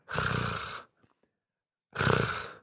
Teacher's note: The sound itself should be a sort of guttural roll in the back of your throat.